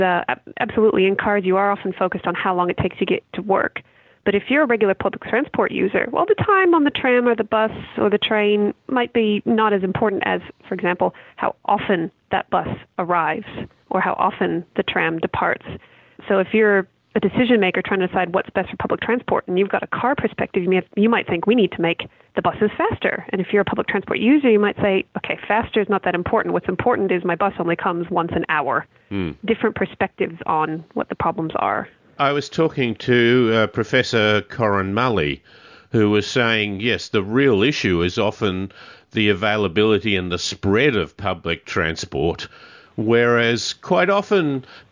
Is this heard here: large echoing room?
no